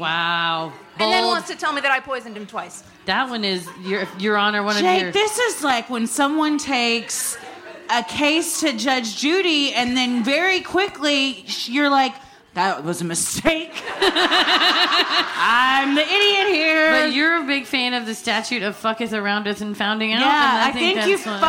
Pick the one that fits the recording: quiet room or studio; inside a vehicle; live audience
live audience